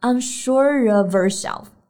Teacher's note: 前面是 unsure，辅音结尾，所以可以和 of 进行连读